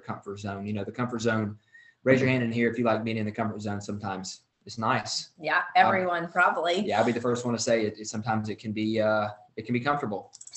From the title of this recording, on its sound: Team Soar Zoom Call 01/27/2022